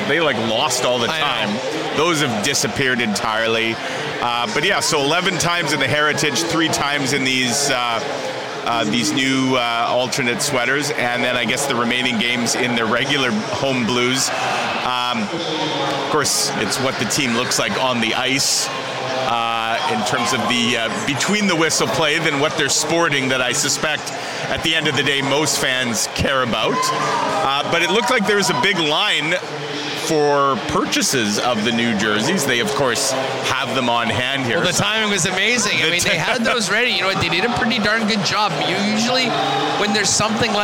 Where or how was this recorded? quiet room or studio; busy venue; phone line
busy venue